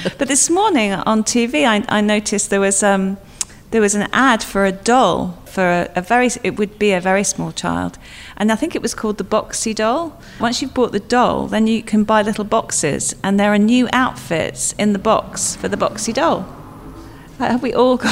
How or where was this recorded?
busy venue